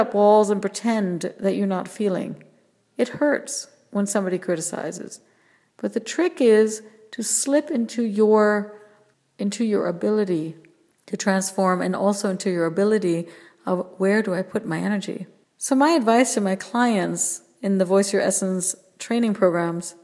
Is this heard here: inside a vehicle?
no